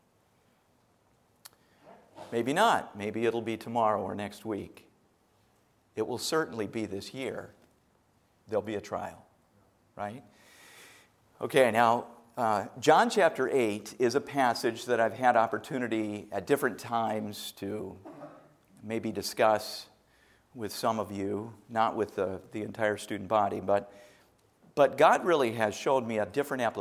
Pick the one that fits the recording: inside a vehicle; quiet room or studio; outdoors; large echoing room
large echoing room